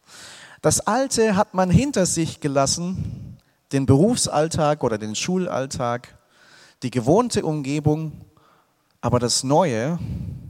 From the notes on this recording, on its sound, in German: aus dem Gottesdienst der Liebenzeller Mission